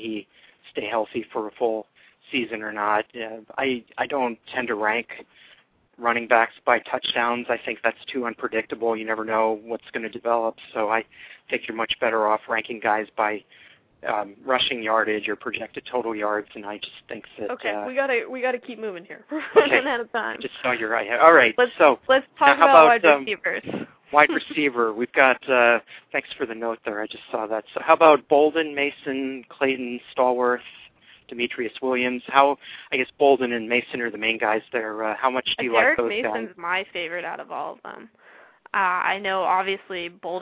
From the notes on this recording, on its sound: fan interaction via phone